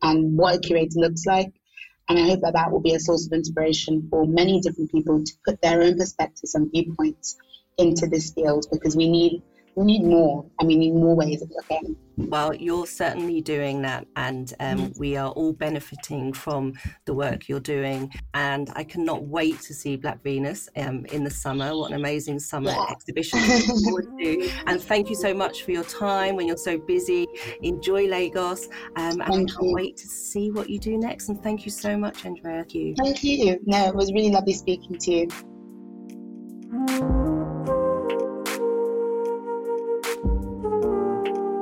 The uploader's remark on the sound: The sound quality in this episode is compromised due to an unstable internet connection between London and Lagos, where this conversation was recorded.